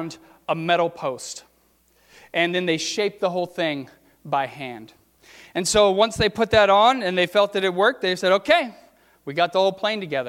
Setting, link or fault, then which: setting, large echoing room